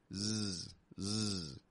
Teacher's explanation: Not voiceless like a s, but a little bit voiced.